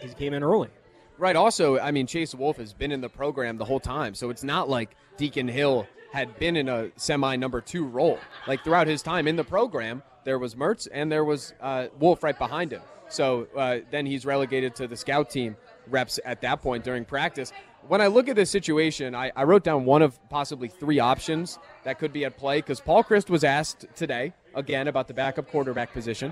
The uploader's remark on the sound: live from Monk's Bar and Grill in Sun Praire